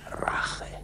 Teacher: ein sehr klangvolles Prager Deutsch mit gerolltem R, mit klingenden Vokalen